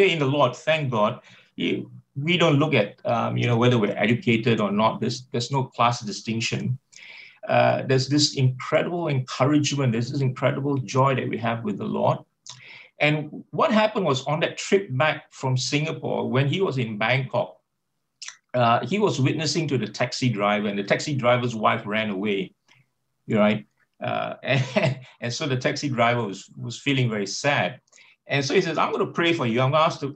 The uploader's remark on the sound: Talk 2 from the Wednesday United zoom meeting.